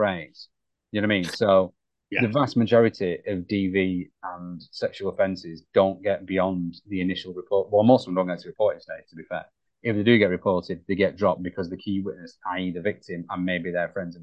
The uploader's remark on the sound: We recorded this via zoom due to having ridiculous schedules at the moment.